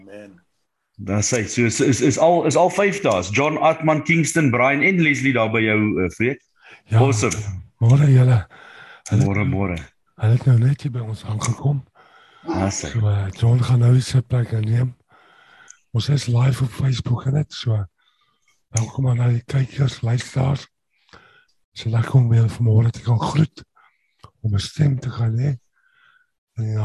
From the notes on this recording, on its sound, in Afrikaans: Zoom Byeenkoms